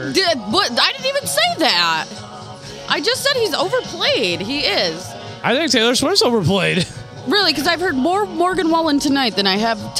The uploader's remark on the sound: Recorded at the other round table in the main bar at the Blue, on a Monday night.